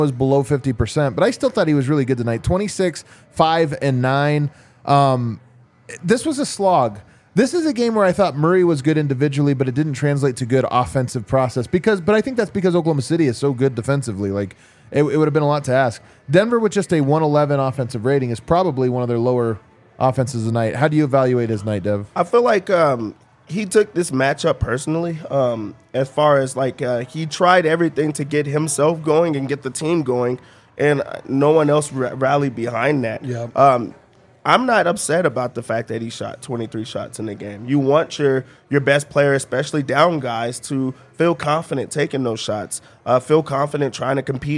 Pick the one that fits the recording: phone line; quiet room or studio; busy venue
busy venue